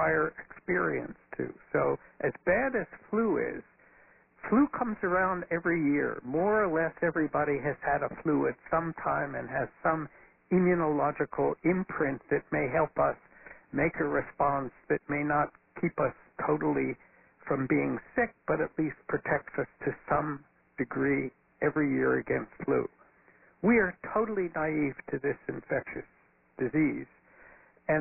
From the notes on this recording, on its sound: Press Conference. This call was recorded at 2:30 pm Eastern Time on Thursday, March 19.